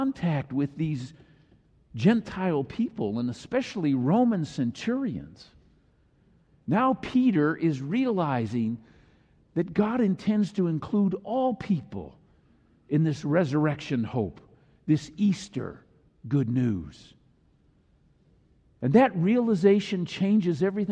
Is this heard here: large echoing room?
yes